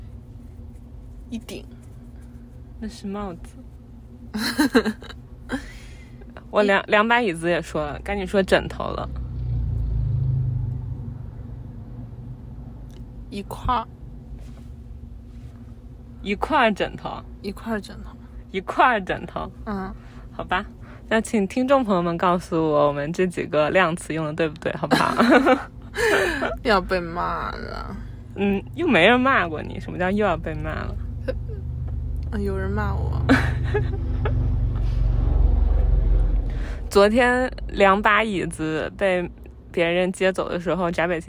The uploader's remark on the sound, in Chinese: 开车去机场|Driving While Talking。应该是在异国他乡最后一次录Driving While Talking。